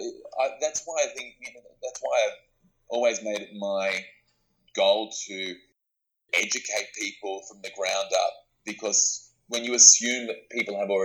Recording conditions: poor sound quality